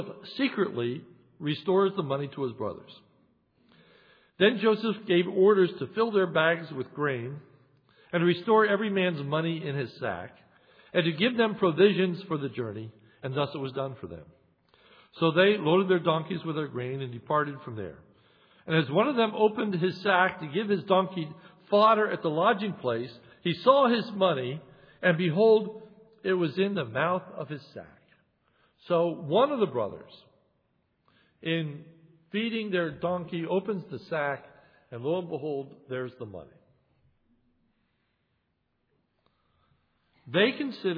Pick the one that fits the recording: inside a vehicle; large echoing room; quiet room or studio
large echoing room